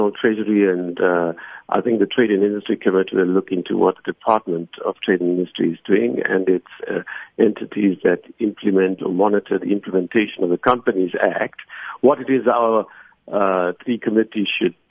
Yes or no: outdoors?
no